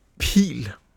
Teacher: når vi siger pil, så har vi den der kraftige luftstrøm på, og det er så det, man kalder for aspiration. Og den forskel er distinktiv i dansk.